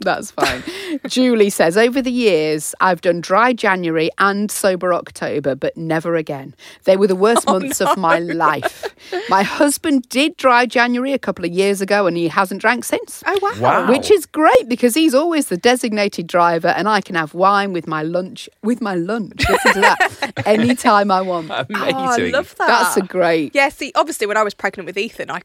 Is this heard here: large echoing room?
no